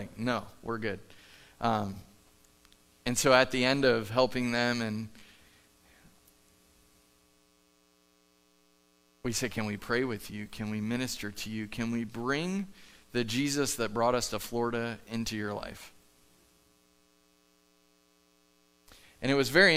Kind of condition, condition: setting, large echoing room